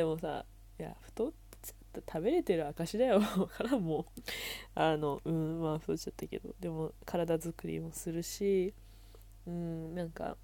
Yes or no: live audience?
no